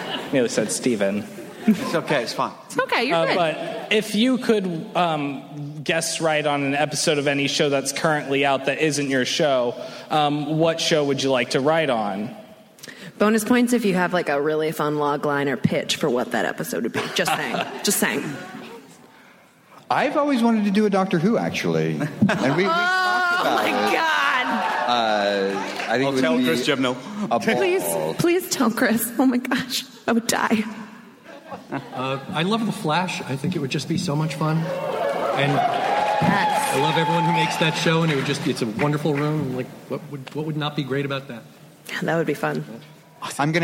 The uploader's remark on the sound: At the Nerdist TV: The Boundary Pushers panel. Recorded at San Diego Comic Con.